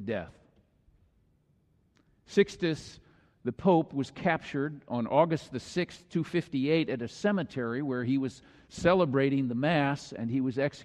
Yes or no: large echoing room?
yes